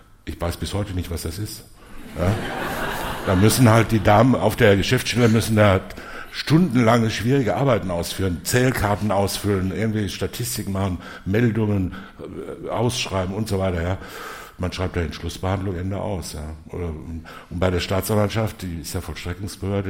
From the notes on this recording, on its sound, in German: live beim SWR Podcastfestival